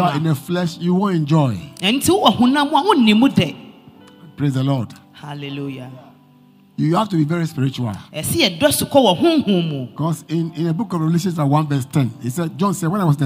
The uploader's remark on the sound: Preached at LCC Goshen